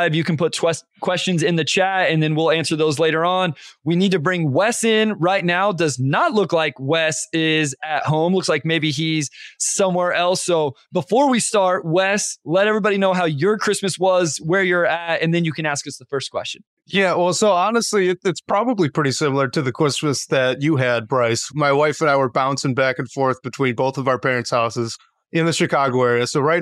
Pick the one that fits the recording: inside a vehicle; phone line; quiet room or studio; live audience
quiet room or studio